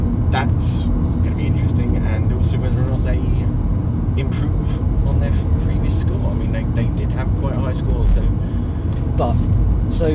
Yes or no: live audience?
no